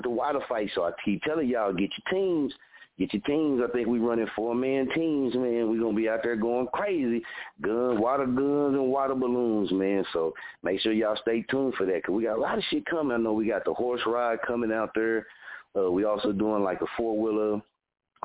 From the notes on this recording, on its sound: Guest Caller calling into the show tonight!!!!